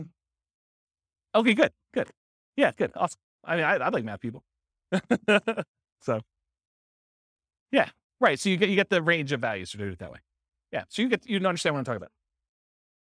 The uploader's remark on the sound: This was a live class recorded